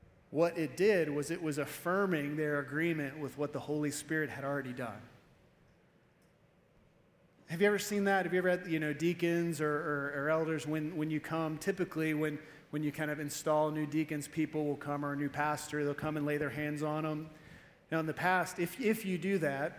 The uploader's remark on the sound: Evening Service-Missions Conference